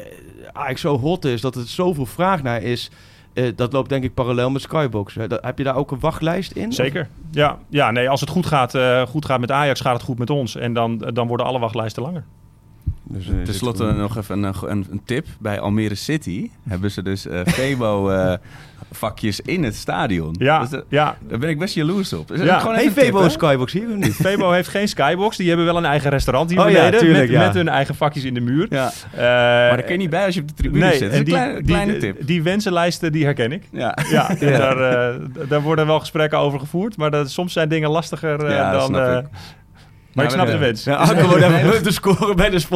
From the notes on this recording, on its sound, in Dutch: de vijftigste Pantelic Podcast wordt opgenomen in de ArenA